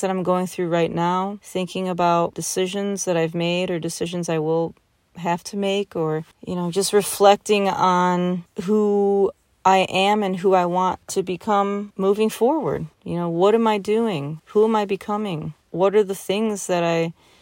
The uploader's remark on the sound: Sitting in my car late at night in Kentucky.